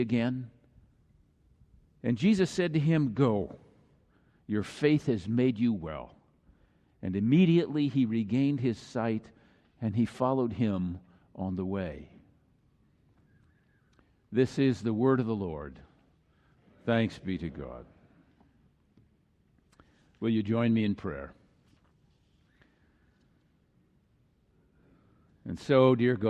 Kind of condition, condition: setting, live audience